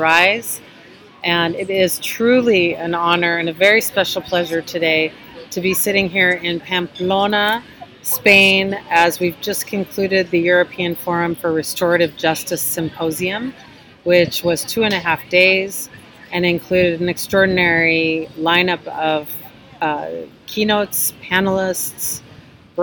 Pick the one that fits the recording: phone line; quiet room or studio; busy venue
busy venue